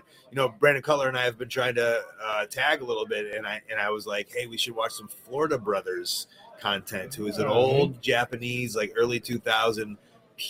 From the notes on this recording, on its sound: live from Starrcast in Chicago